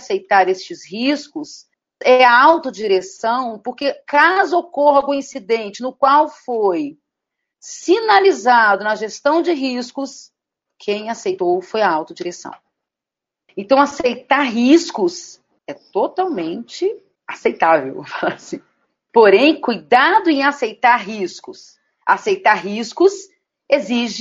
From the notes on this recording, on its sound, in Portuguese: Apresentamos o áudio do Webinar “Segurança da Informação e Desenvolvimento Seguro na era da Privacidade de Dados” realizado pela Clavis Segurança da Informação em conjunto com o EXIN.